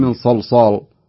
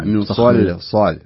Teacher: أفخم الصاد ورقق اللام، وهذا هو الأصل · Shown in: second take